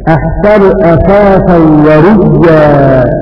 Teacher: ومعنى هذا أن أبا جعفر أبدل قول الله تعالى أحسن أساسا ورؤيا، وبعد الإبدال أدغم الياء في الياء